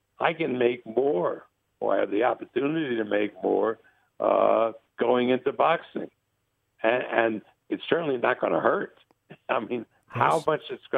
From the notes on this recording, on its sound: We start the week off with a telephone call.